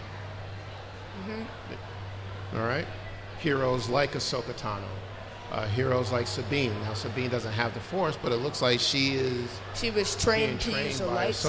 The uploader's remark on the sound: A Special FATHER.SON.GALAXY. Panel at FANEXPO Chicago 2023. Recorded at FANEXPO Chicago.